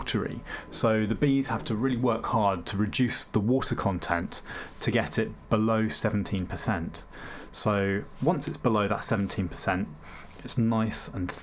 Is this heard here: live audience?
no